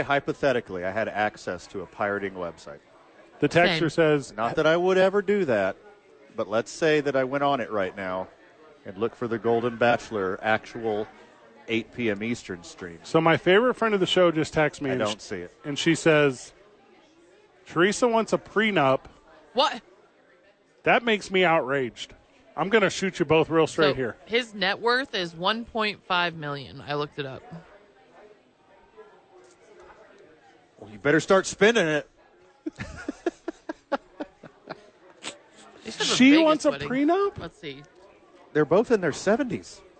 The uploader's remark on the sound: live at Sadies